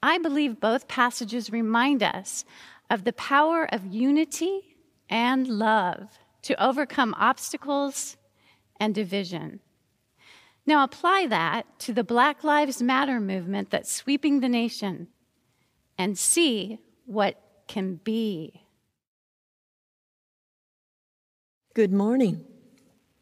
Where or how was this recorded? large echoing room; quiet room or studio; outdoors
large echoing room